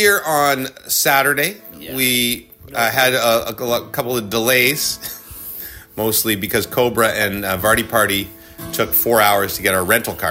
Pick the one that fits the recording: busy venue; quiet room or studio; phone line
busy venue